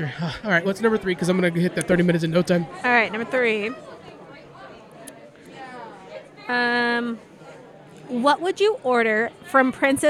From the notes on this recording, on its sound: LIVE at Lodi Comic Con 2022. In this special live episode.